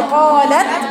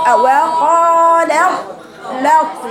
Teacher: قالت ابدا انت قراتيها غلط قلتي قالت خطا هي التاء بتظهر هي ادغام يبقى الاثنين طاء مشددتين · Shown in: second take